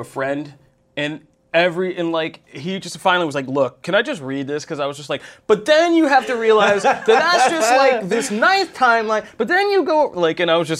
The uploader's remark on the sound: In this episode we report on location from New York Comic-Con 2019. Episode #71: New York Comic-Con & Walking Dead Series 3 First Look. In this episode we report on location from New York Comic-Con 2019 , to bring you all the great things at the convention.